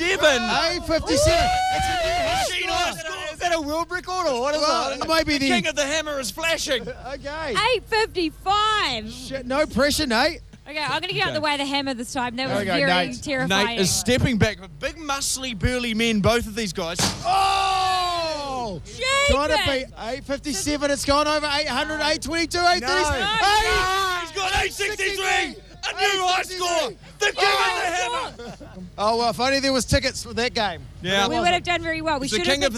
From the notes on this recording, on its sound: live from Timezone Botany for the 'Timezone Takeover'